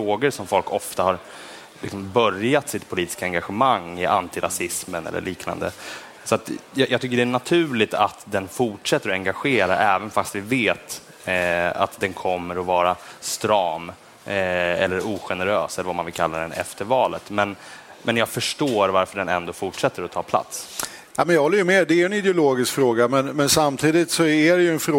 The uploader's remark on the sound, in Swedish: Detta avsnitt av Den ideologiska frågan är en livepodd från Almedalen